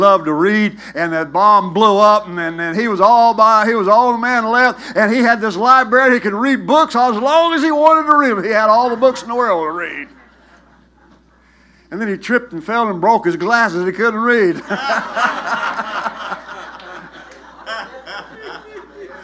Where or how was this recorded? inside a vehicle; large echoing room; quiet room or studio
large echoing room